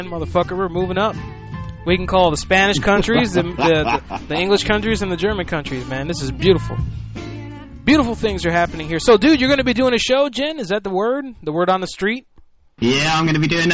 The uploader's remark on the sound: Prank Phone Calls